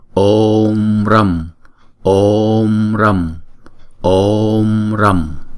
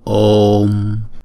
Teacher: Chữ O là diphthong cho nên chúng ta đọc kéo dài 2 nhịp Om. Chúng ta kéo dài chữ O trước 2 nhịp, sau đó chúng ta mới đóng chữ O lại.